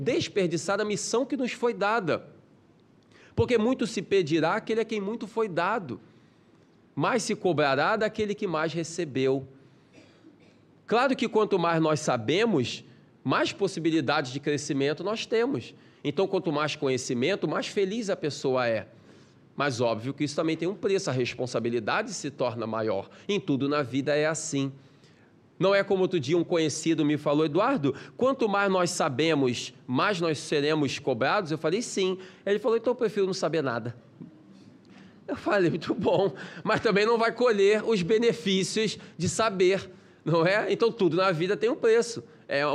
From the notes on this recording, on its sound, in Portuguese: Palestra ao Vivo